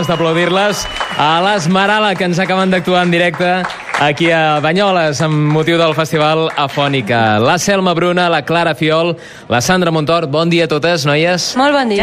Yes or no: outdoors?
yes